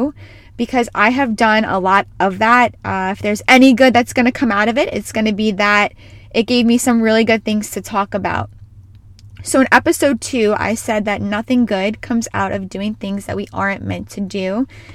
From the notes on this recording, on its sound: She is recording from her car